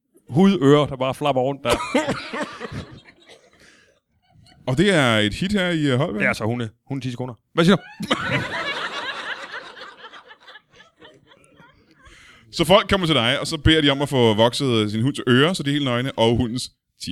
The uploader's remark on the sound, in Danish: LIVE fra Holbæk